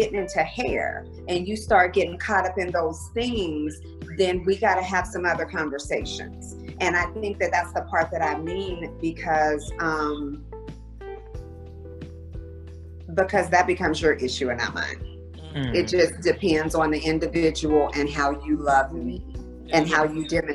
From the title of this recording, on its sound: Melanin Matters Zoom Episode